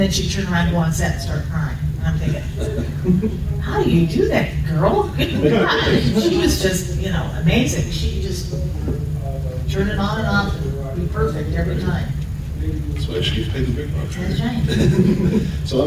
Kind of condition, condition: setting, live audience